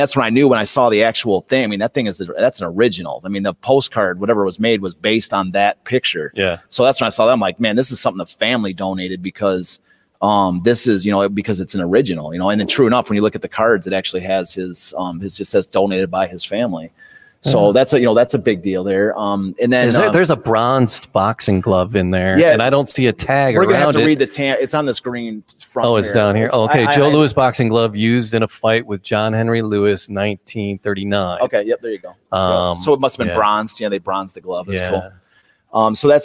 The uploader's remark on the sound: Live from Detroit Historical Museum